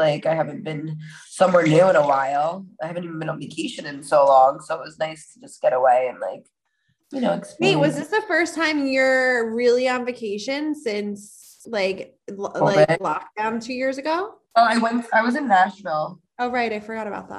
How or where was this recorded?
video call